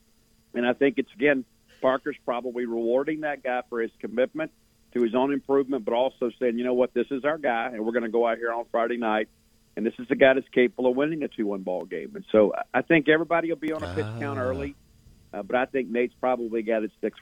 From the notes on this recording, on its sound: Joins the show on the Farm Bureau guest line talking about all of the sports happening this weekend live in the BankPlus Studio.